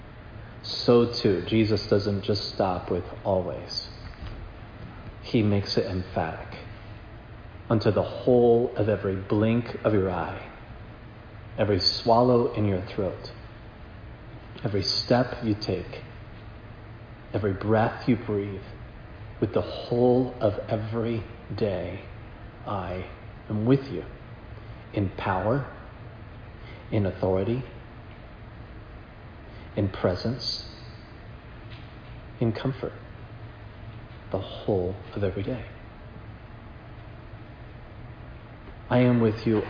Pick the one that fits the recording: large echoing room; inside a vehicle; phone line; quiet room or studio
large echoing room